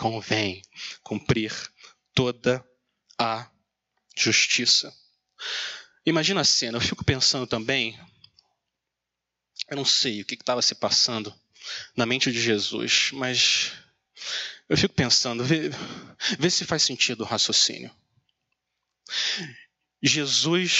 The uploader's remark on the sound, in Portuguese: Mensagem gravada na Igreja Batista Jardim Minesota